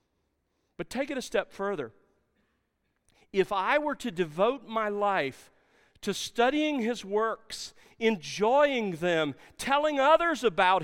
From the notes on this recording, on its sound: Truth & Life Conference 2017 at The Master's University Session 6